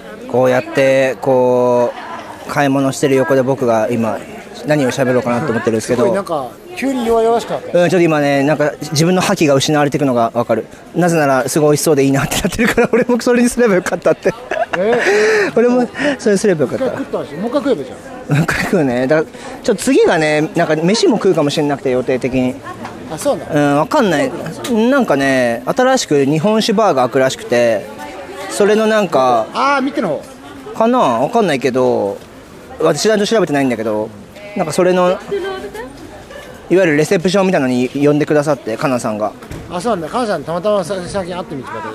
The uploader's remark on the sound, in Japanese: Kottbusser Torのフリマで食べ歩きしながら雑談したよ。KottBusser Torで毎週金曜日に行なわれているフリーマーケット。現地を歩きながら、その様子や雰囲気をレポートしました。